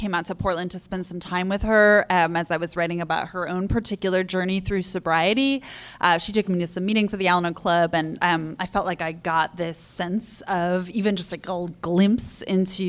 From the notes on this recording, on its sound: Recorded in front of a live audience at Literary Arts event space in downtown Portland.